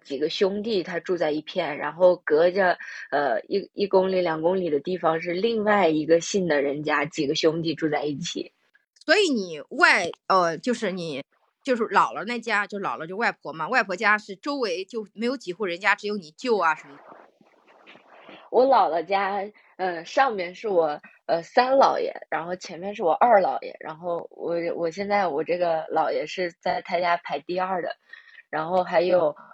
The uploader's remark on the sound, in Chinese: 音质好像是有点断断续续的，但我觉得能听。